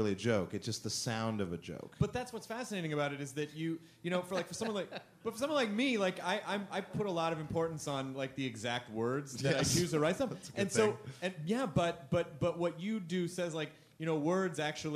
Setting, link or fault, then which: setting, live audience